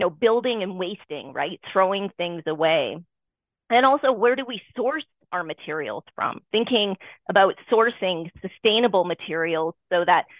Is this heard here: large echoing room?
no